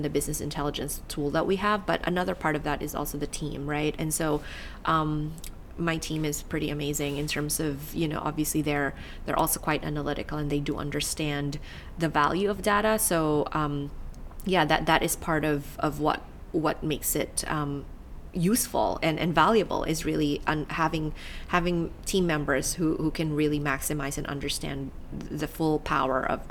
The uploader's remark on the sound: Recorded at Online Retailer 2017 in Sydney